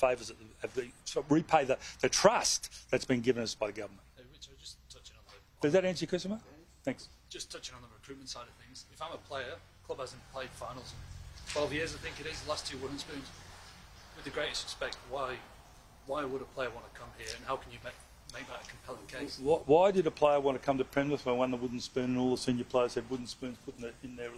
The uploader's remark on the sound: press conference